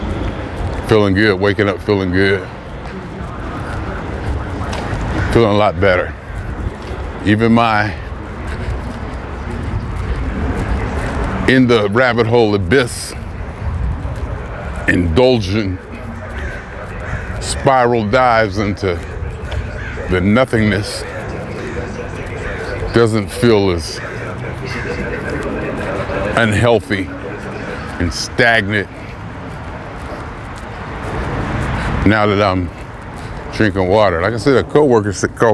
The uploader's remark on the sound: Me Walking Talking